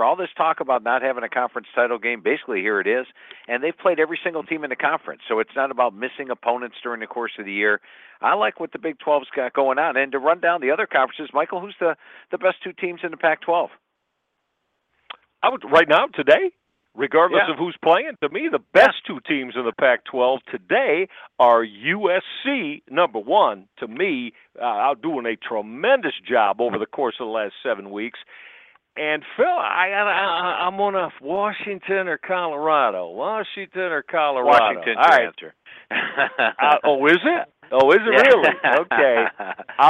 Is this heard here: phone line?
yes